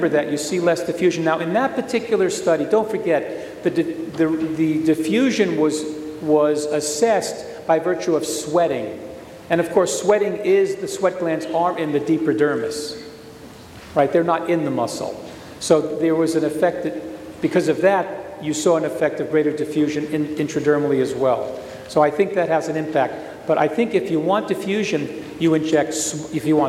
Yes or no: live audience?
yes